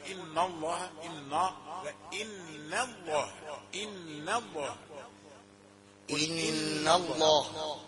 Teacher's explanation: إن نون رقيقة يتبعها لفظ الجلالة فنقول إن الله إن إن الله إن الله إن الله إن نون رقيقة يعني إن الله يضل من يشاء ويهدي إليه من أناب.